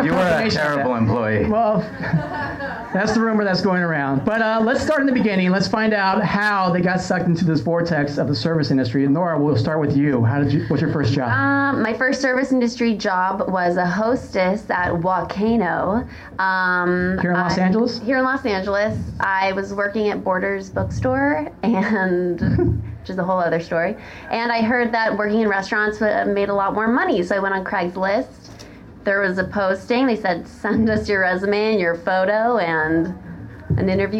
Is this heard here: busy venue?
yes